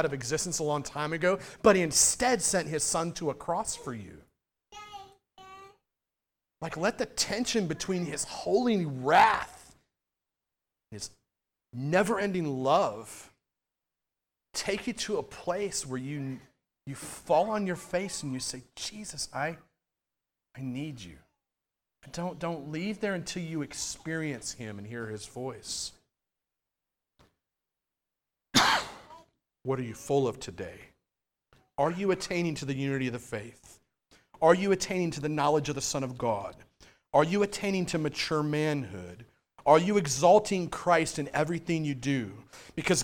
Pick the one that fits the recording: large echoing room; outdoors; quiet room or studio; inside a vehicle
large echoing room